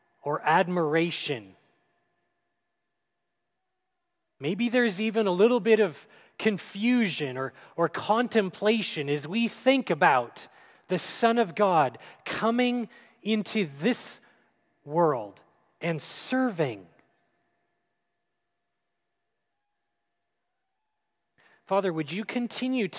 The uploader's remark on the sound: at Grace City Church in Fargo, North Dakota